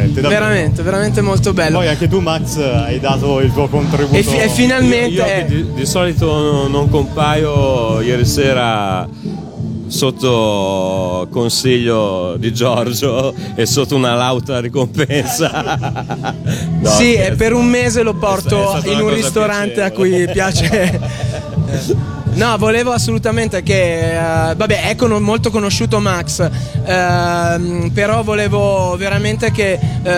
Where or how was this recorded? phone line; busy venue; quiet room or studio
busy venue